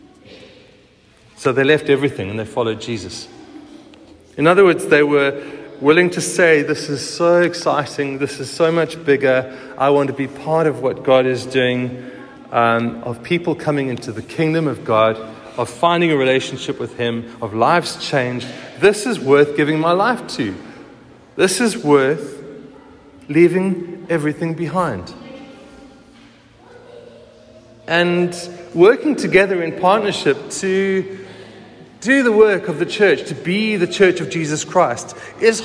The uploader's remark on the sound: Recorded at the 9:30am service on Sunday 2nd July 2023